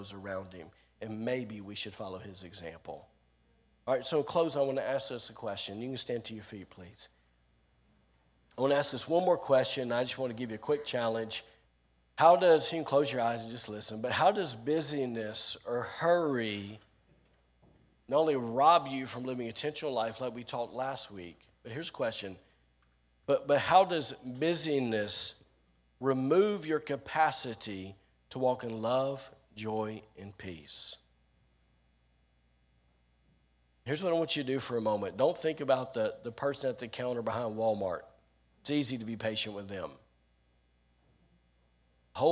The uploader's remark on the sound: recorded on Sunday, January 9th, 2022, during service at The Anchor Church in Rockport, Maine